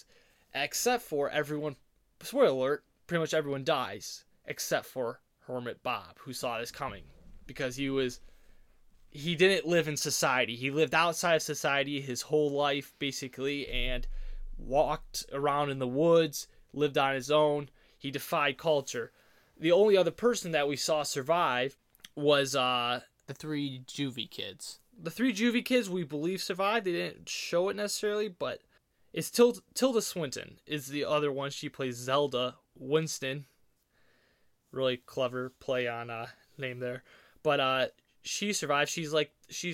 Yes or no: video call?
no